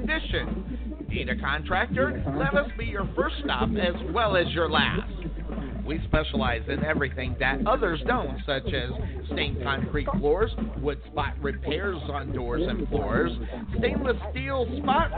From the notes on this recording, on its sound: LIVE Play-by-Play